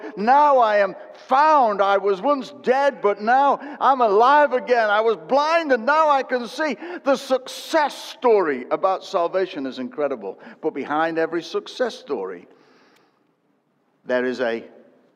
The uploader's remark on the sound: Recorded at Destiny Christian Church, UK, WF1 4AF.